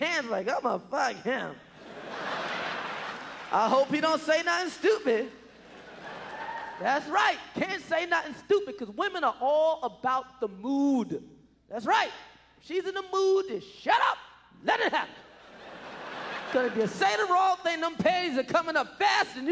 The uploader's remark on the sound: performed at the Just for Laughs Festival in 1996